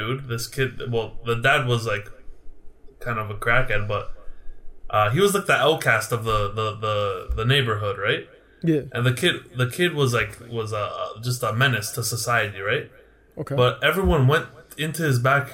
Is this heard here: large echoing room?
no